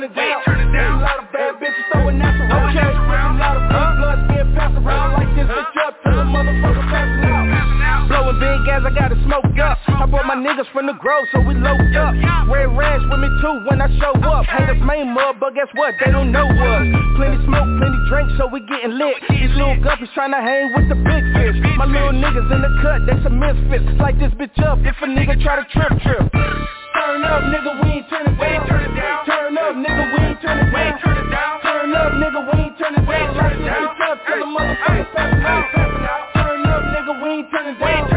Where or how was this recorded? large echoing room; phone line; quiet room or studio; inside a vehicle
phone line